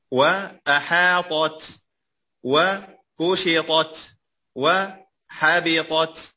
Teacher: يكون الإدغام ناقصا ويبقى إطباق الطاء